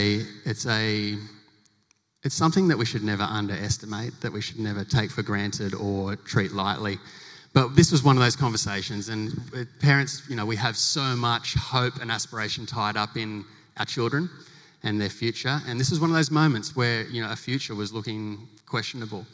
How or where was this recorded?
live audience